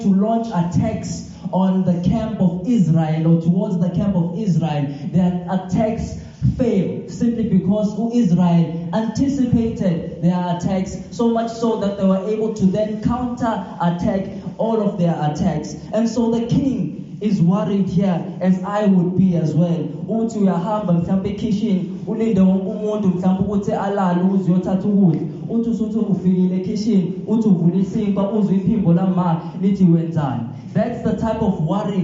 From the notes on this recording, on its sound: This Sermon was recorded live at Montclair SDA.